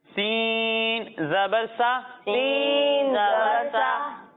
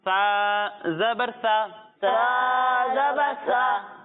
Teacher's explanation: جب ہم سا کی ادائیگی کریں گے تو اس میں سیٹی کی آواز بھی نہیں آئے گی اور نہ اسے موٹا کر کے پڑھنا ہے · Shown in: second take